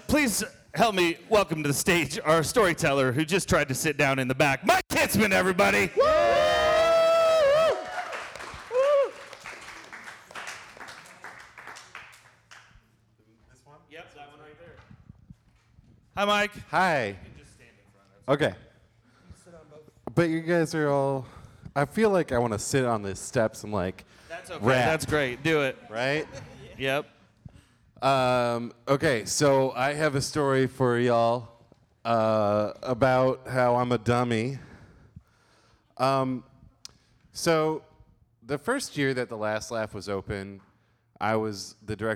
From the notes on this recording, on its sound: The One Year Anniversary Celebration LIVE at The Fourth Street Theater in downtown Des Moines.